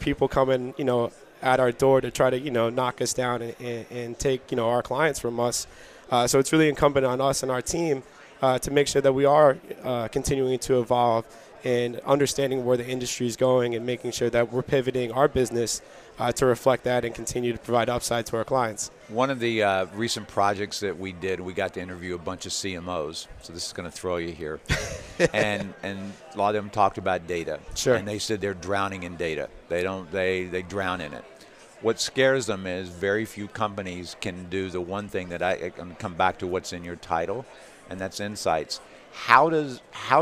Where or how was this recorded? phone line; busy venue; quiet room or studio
busy venue